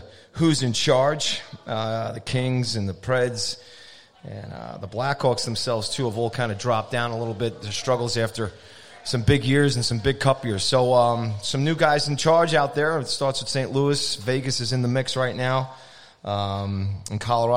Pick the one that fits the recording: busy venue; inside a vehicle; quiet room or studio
busy venue